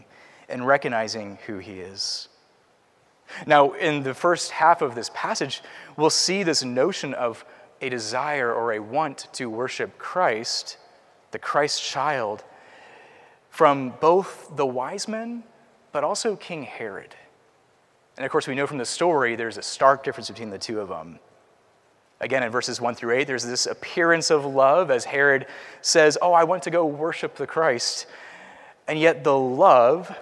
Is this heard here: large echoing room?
yes